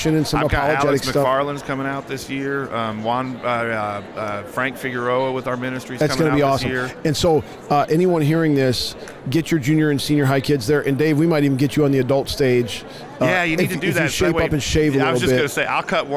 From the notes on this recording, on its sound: LIVE from NRB 2022!